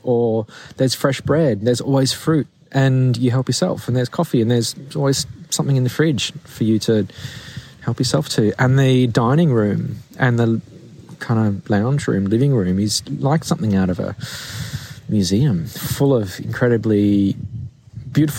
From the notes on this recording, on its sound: I recorded this episode directly into my phone in the middle of a beautiful forest in the Luxulyan Valley in Cornwall. There was no mic so the sound might be a bit dodgy.